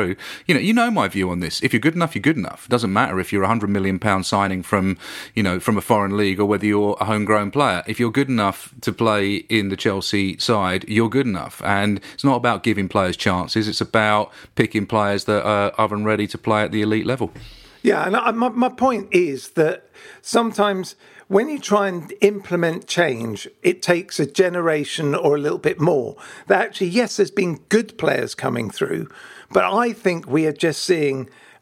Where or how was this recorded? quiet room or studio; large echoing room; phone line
quiet room or studio